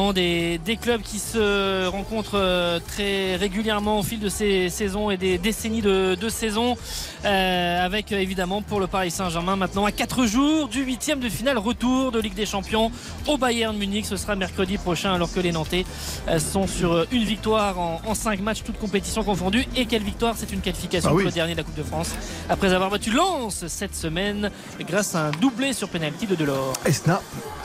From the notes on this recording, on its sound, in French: en direct du Parc des Princes